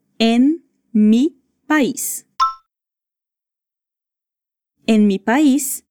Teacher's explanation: Você vai fazer o som do N e do M separados.